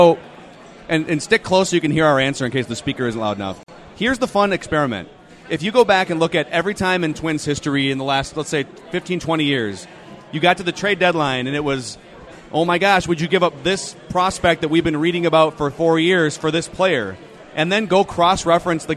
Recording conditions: busy venue